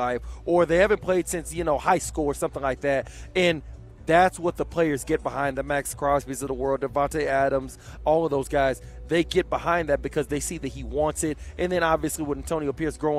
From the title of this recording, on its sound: LIVE FROM STADIUM SWIM